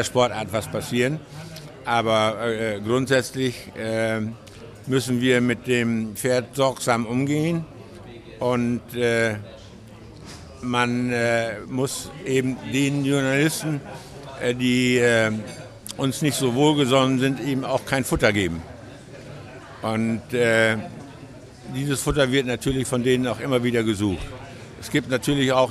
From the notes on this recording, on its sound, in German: Der Podcast wurde im Zuge des CHIOs in Aachen im Juni 2023 aufgenommen.